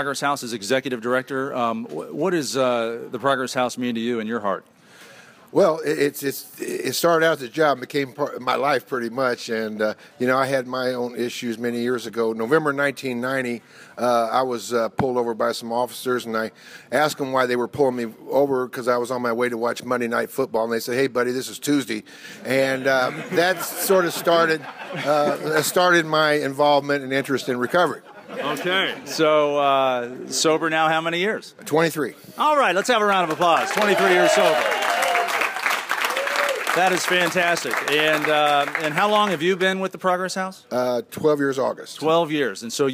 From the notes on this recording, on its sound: This show kicks off with a live audience at the Progress House